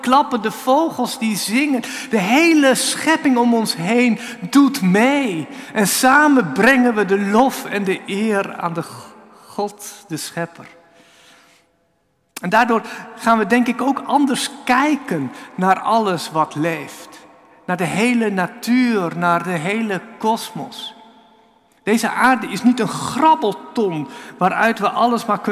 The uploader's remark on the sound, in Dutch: Opgenomen op 14 januari 2024 in de Noorderkerk te Amsterdam